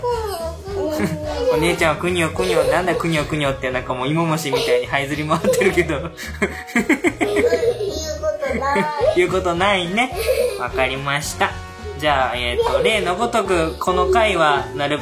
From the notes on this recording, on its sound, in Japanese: 父と娘の３人で。別録した実際の音源もはさんでいます。本編中、ゲスト２人が発する いろいろな雑音が飛び交います。